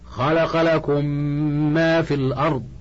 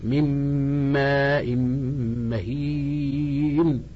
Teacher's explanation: الثاني الإدغام وجوبا، ويكون عند ميم مثلها، نحو خلق لكم ما في الأرض، سواء كانت هذه الميم أصلية كما تقدم أو مقلوبة عن النون الساكنة أو التنوين، مثل من ماء مهين. ويسمى إدغام مثلين صغير، ويلزم الإتيان بكمال التشديد وإظهار الغنة في ذلك